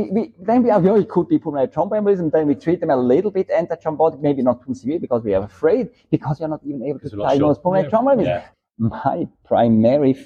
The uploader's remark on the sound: Live Special, from ECVIM Congress 2023. Recorded live at ECVIM Congress in 2023.